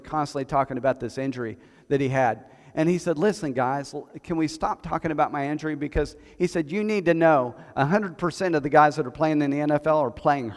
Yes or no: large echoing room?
yes